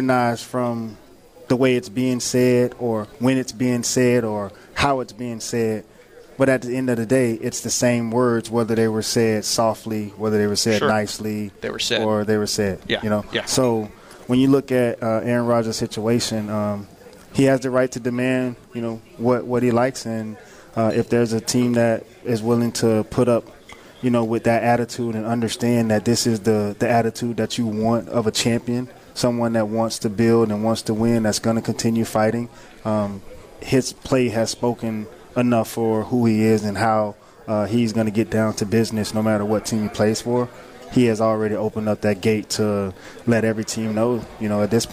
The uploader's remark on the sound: live from the Palm Beach Kennel Club